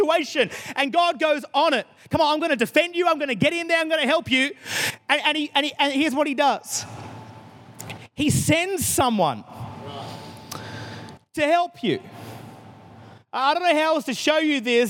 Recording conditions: large echoing room